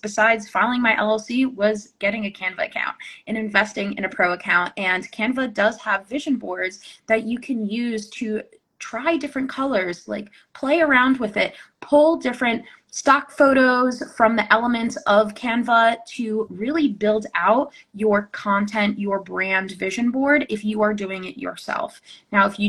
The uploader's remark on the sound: re-airing an Instagram live